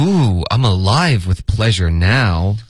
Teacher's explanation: 他的这个 now 应该加了一个重音